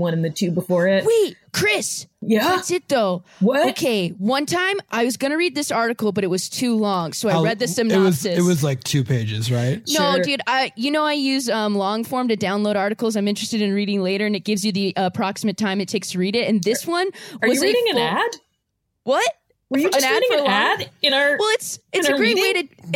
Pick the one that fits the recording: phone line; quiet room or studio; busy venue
quiet room or studio